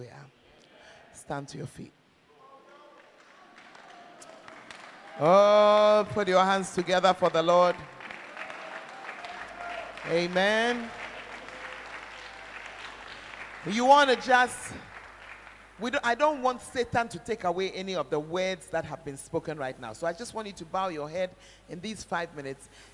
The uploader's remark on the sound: Preached At The 12 Foundations Of The Bacenta Camp